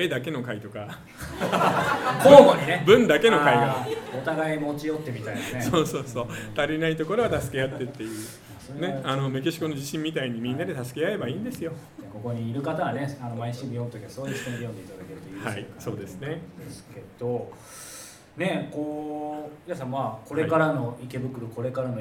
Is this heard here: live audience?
yes